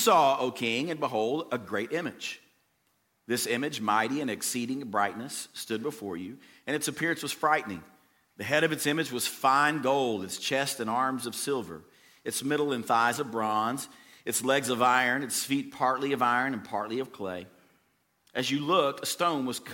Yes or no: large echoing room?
yes